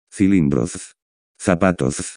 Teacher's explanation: With the ceceo or lisp, all three consonant letters sound like the soft TH sound in English.